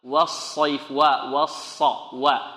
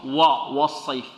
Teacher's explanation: الصاد مفخمة والواو مرققة، ولا بد من المحافظة على ترقيق الواو · Shown in: first take · لأن الواو من الحروف المرققة والحروف المفخمة، من الحروف المرققة، والصاد من الحروف المفخمة، خص ضاد قظ.